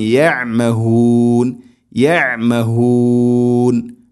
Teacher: ഐന് തൊണ്ടയുടെ മധ്യഭാഗമാണ് മഖ്റജ്.